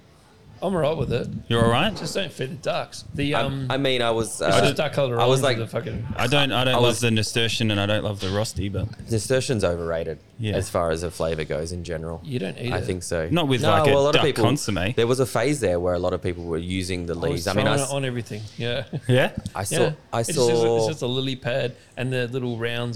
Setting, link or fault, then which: setting, busy venue